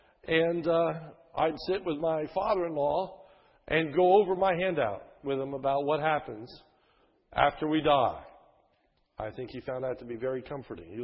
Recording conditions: large echoing room